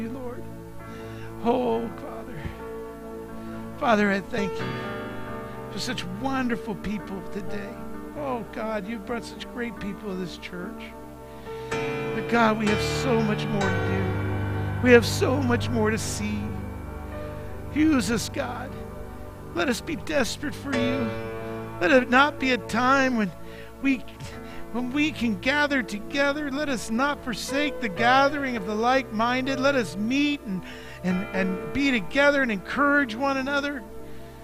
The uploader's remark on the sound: Mt. Zion Church Live!